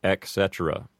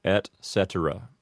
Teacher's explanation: pronounce the T in et clearly, and all three syllables in the word cetera · Shown in: second take